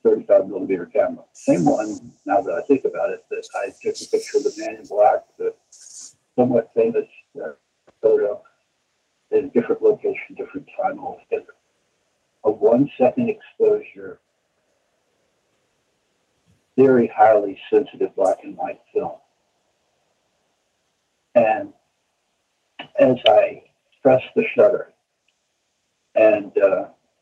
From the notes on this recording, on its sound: After the technical difficulties we experienced during the recording of this interview we have completely overhauled our recording software.